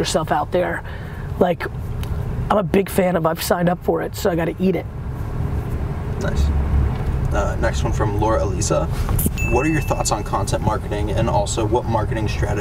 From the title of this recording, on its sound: In The Back Of A Car